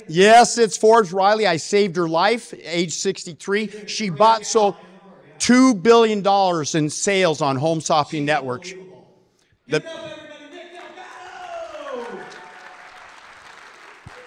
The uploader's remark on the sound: At the Dealmaking Conference. Recorded live at the conference.